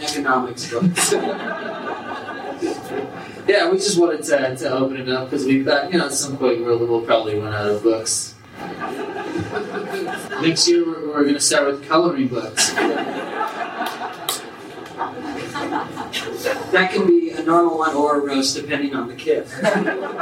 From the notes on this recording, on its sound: Bonus audio from The (Live!) Roast of New Moon. We've included more bonus audio from the botched live-taping of THE ROAST of The Twilight Saga: New Moon.